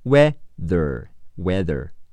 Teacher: 咬舌音，既出气也出声，儿化音，二是一儿，子，二，子儿，weather，weather。形容词，印度的，名词，印度人，Indian。ing 是 in，d e d 是 di，e 是 a，n 是 n，indian–Indian。形容词，日本的，日本人的，日语的，名词，日本人，日语。Japanese， J A J 是 J AP-, P 是